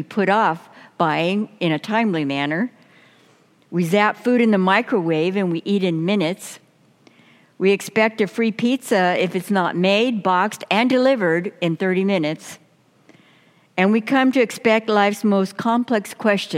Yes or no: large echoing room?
yes